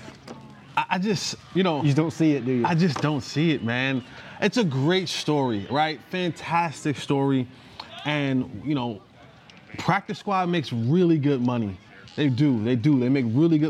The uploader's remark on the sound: Joins the show live from Dallas Cowboys Training Camp in Oxnard, CA - just in time for the first padded practice of camp.